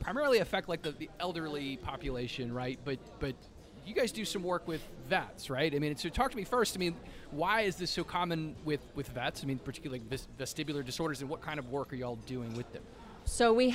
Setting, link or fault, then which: setting, busy venue